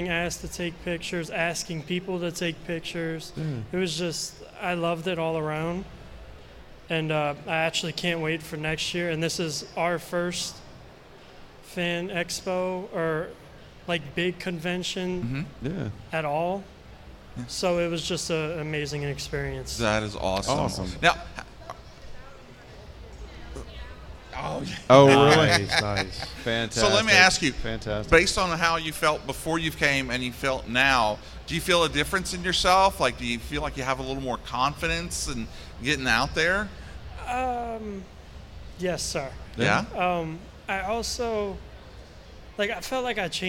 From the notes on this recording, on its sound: Live from the 2024 Fan Expo New Orleans. Live from the 2024 Fan Expo New Orleans, I host a panel focusing on "Fave Fan Con Experiences."